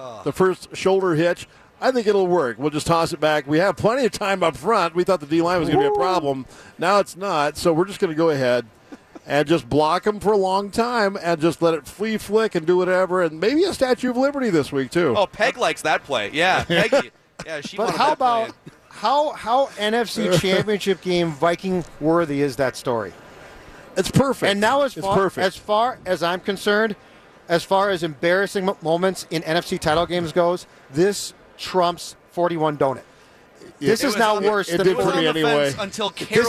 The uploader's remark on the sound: live from Radio Row all week